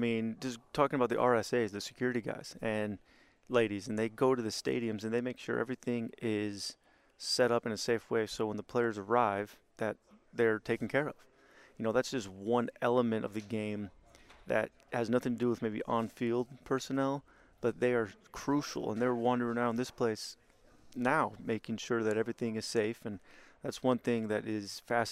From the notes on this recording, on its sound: live at the 2023 MLB Winter Meetings in Nashville